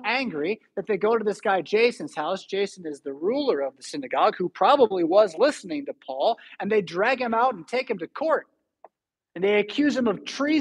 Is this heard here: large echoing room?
yes